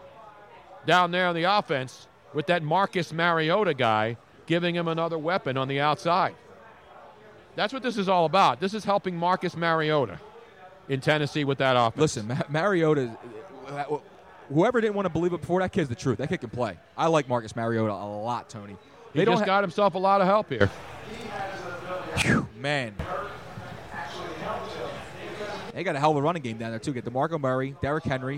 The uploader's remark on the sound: Part 2: We were LIVE from the #NFLDraft2017 Philadelphia for 6 HOURS. Part 2 of a 6 hour Draft Fest LIVE from the Draft Headquarters in Philadelphia.